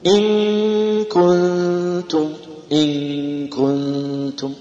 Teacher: الغنة عند الكاف أكثر من التاء